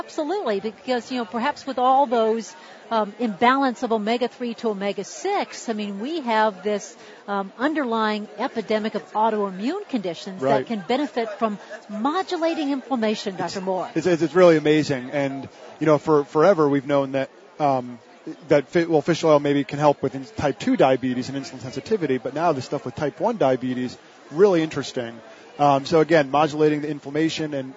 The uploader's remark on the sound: Live from Expo East in Baltimore, MD